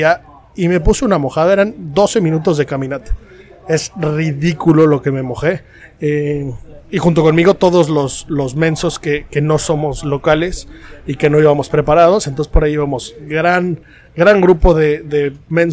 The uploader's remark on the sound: Live From The Open 151.